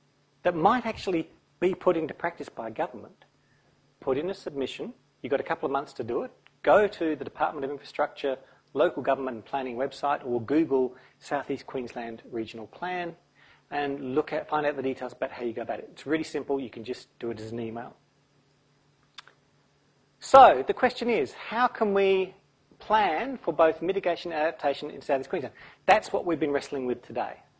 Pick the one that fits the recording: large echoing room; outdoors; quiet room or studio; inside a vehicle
large echoing room